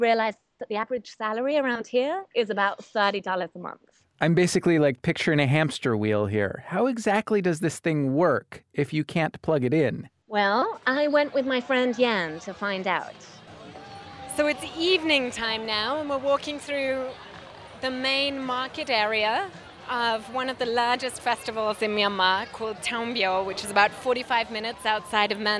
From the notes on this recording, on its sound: takes us to a festival in Taung Byone, Myanmar